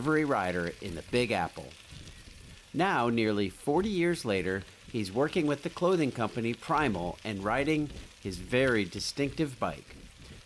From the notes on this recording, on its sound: We went along with our microphone this year to to find some stories. A massive cross-state seven-day bicycle tour with tens of thousands joining every year.